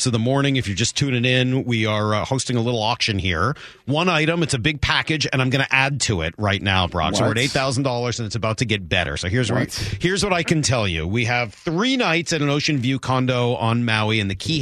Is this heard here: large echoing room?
no